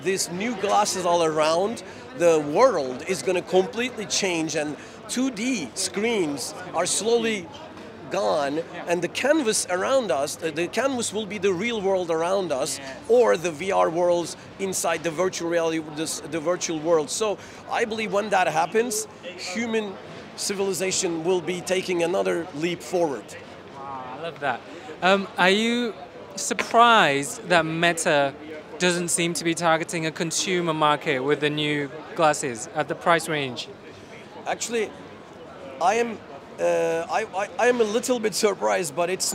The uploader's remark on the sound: Live from GITEX in Dubai